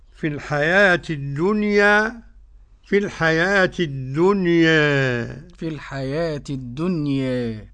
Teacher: الدنيا، قرأ ورش بالفتح والتقليل، يعني وجهين